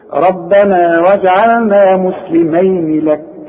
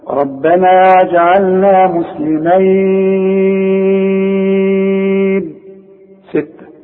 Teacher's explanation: خد بالك انا لما قلت مسلمين لك ما مدتش، ما عنديش مد اطلاقا · Shown in: first take · شوف، ربنا واجعلنا مسلمين لك، مفيش مد.